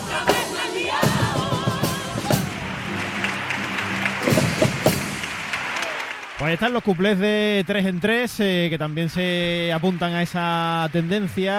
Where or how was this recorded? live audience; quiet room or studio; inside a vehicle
live audience